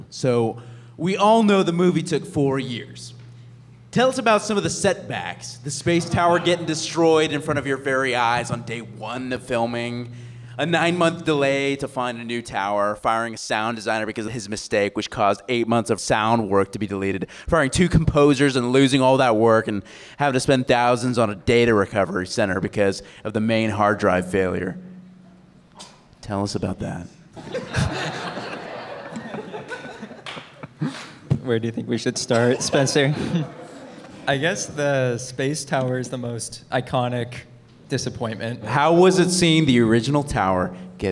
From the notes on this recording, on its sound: the Q&A Panel from the Space Waves World Premiere